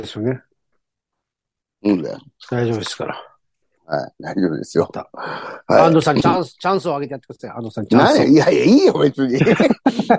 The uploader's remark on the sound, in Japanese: ZOOMで収録